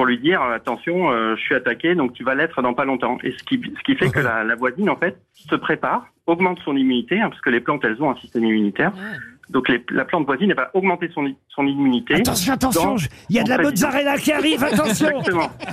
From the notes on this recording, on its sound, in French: était au téléphone des Grosses Têtes ce 27 septembre pour vous en dire plus